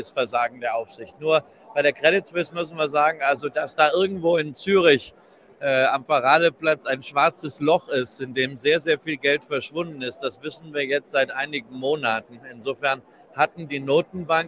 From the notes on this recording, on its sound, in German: Der Experte live auf der Invest in Stuttgart.